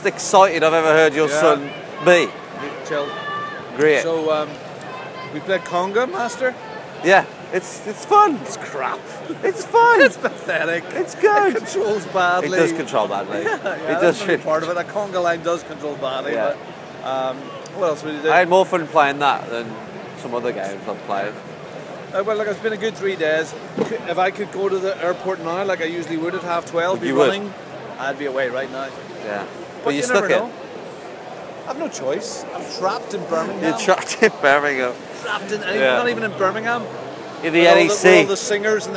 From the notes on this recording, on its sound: EGX 2016 Sunday. The last day of EGX, everyone is tired and we started to feel like zombies walking around the show floor.